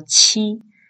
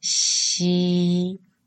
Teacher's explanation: 你是快速的送气，譬如说七，譬如说呲，还是你是缓慢的送气，譬如说西，譬如说斯 · Term: 送气音